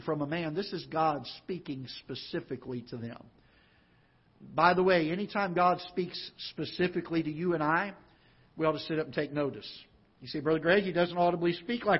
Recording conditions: large echoing room